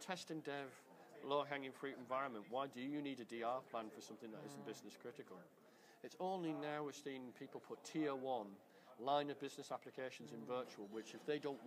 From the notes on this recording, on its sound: recorded at the Melbourne VMUG